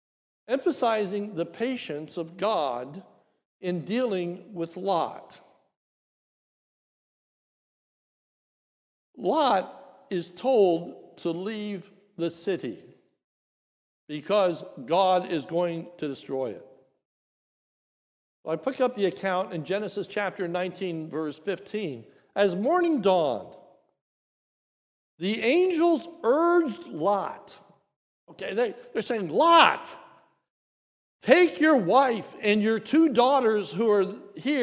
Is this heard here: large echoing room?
yes